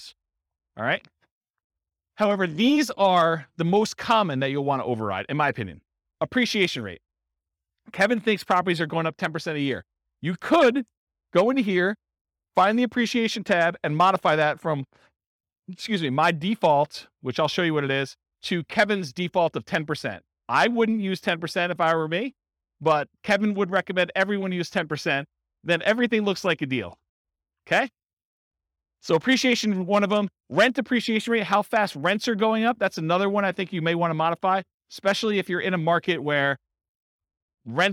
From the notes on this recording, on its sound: This was a live class recorded